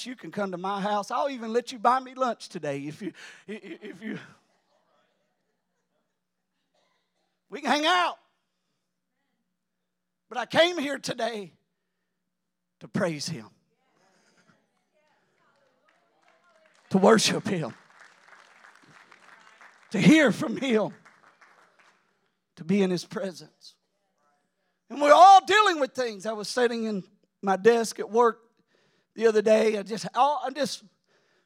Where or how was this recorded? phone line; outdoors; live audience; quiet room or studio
live audience